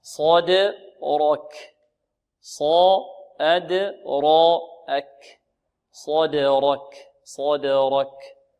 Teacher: الصاد مفخمة والدال مرققة، والراء مفخمة والكاف مرققة